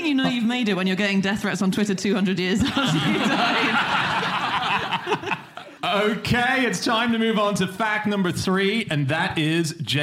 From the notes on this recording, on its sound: Live from Dublin